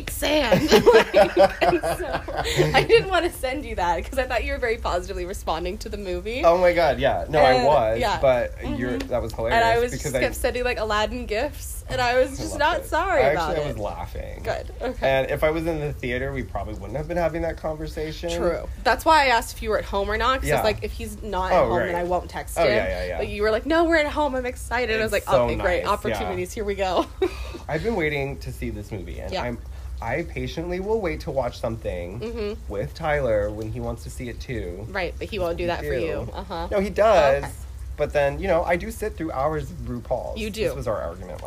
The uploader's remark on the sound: enjoy the beautiful weather outdoors